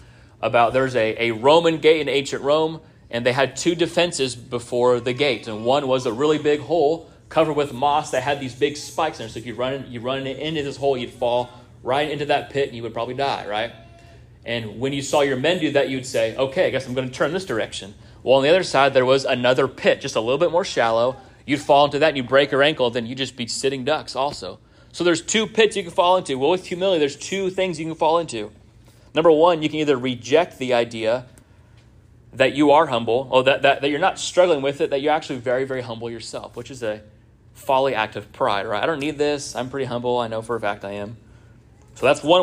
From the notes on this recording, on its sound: This sermon was first preached at Union Baptist Church in Orrick, MO